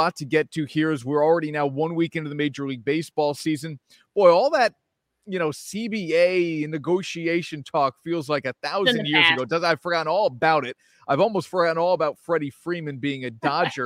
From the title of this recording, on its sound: LIVE From Alpin Haus